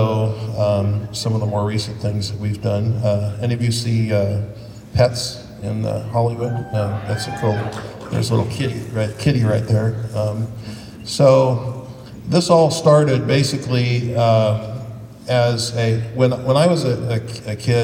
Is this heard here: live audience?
yes